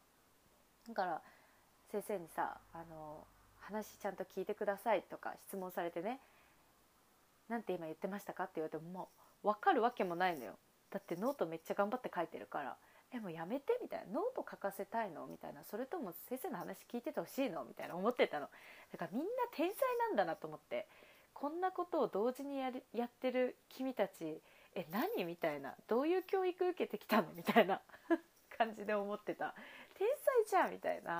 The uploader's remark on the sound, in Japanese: バックミュージック無し。声が小さく録音されてしまったためバックミュージック消しました。